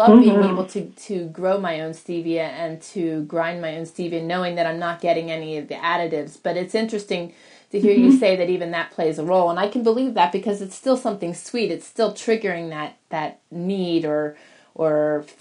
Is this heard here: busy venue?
no